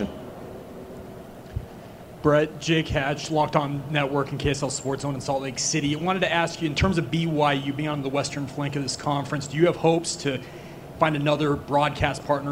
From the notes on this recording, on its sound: press conference at Big 12 Football Media Days